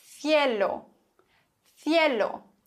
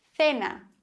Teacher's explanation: Aber ein C vor E oder I wird gelispelt. Auf jeden Fall in Madrid und im klassischen Castellano.